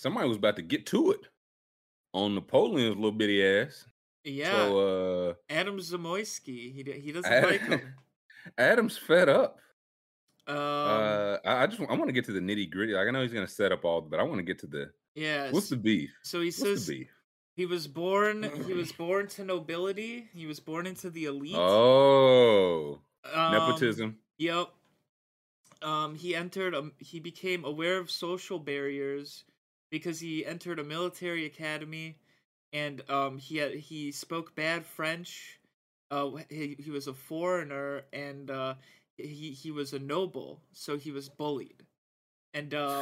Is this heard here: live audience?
no